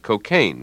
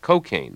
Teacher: the only standard pronunciation was cocaine, with the stress on the second syllable · Shown in: first take